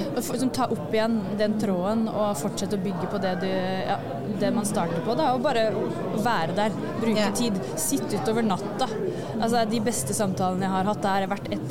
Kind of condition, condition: setting, busy venue